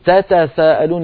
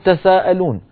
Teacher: بعض القبائل كانوا يحذفون إحدى التائين تخفيفا · Shown in: second take · فبدلا من أن يقولوا تاتا سائلون يقولون تساءلون، وهكذا رواها الكوفيون.